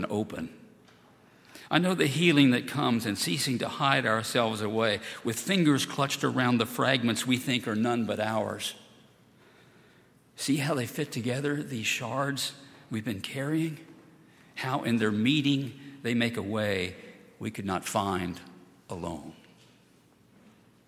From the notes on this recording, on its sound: at Highland Baptist Church